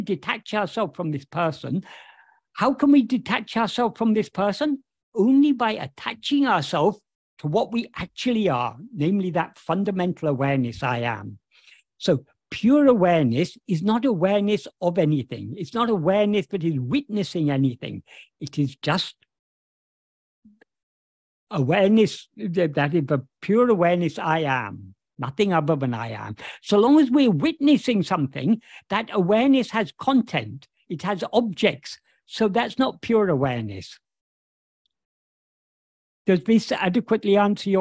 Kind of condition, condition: link, video call